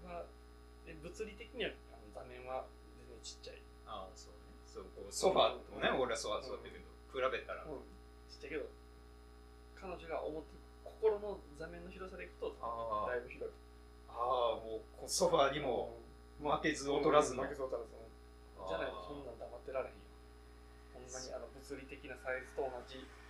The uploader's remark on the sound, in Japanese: 録音機材の関係でノイズが入ってるのはご容赦ください